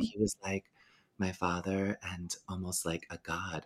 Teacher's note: She does her little breathy voice thing. She still has it even in her 70s.